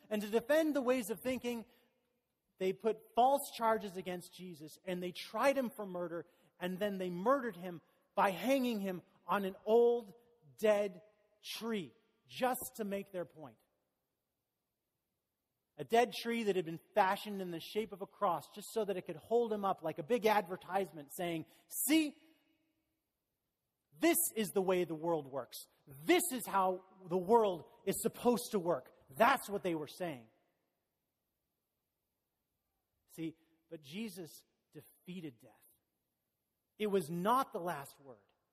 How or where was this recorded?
large echoing room